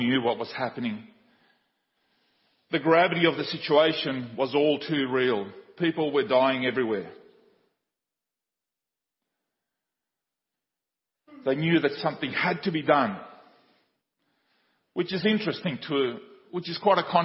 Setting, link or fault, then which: setting, large echoing room